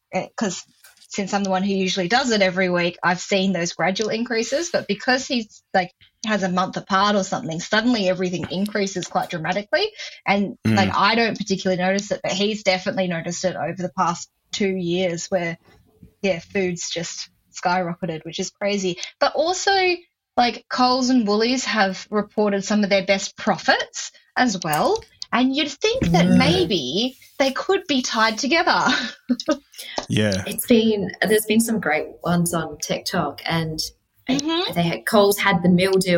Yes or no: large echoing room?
no